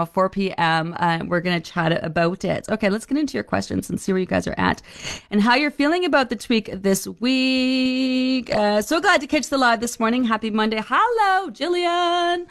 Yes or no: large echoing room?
no